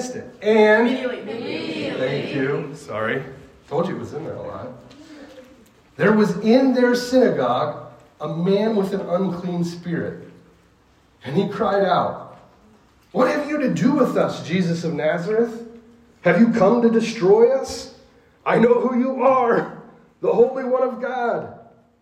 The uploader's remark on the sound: This sermon was preached to a Junior High audience